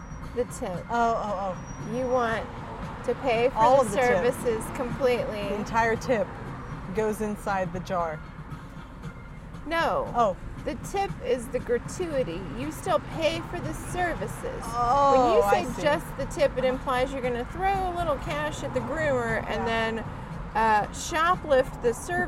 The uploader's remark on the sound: Due to the nature of the location, it does sound like they are playing in traffic.